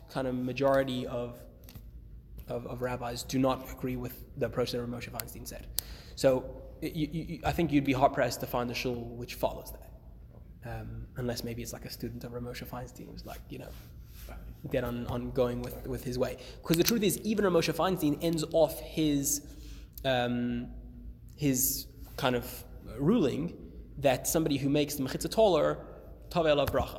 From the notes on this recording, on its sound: Recorded live at The Torah Center ATL